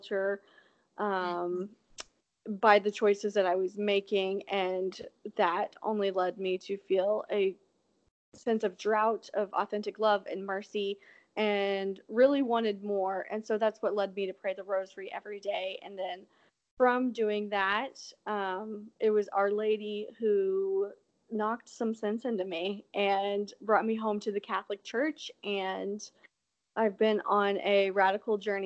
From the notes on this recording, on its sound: I apologize for the sound quality of this episode!